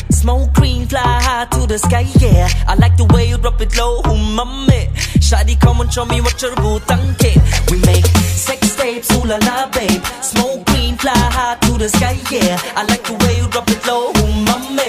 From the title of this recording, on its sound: Live In Da Mix - One Night at La Viva Bremen